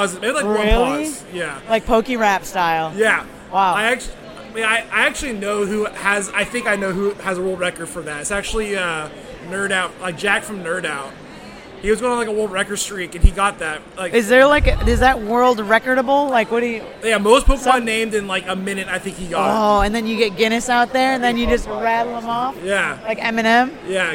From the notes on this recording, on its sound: LIVE From Pokemon Worlds Championships 2023! Back LIVE from the Pokémon Worlds Championships 2023 in Yokohama Japan!